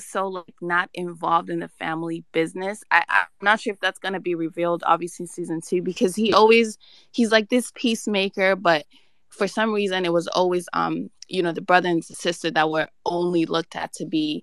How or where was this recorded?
video call